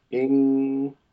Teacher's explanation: No plosive with those ing. It's just ing and not ink. · Term: ng sound